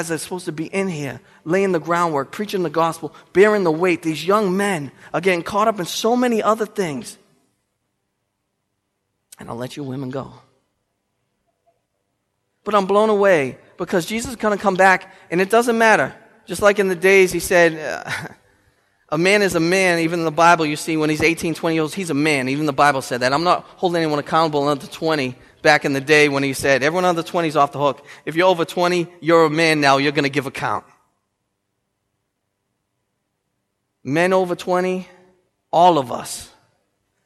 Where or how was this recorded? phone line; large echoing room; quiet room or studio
large echoing room